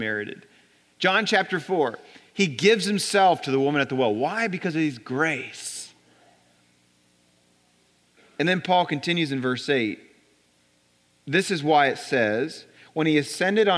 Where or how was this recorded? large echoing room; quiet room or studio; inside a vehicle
large echoing room